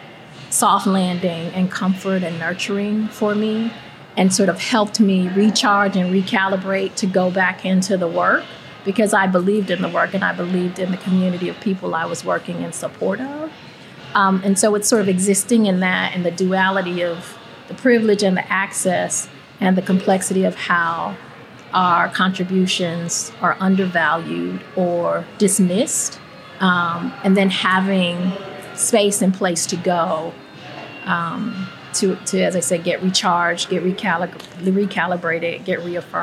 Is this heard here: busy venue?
yes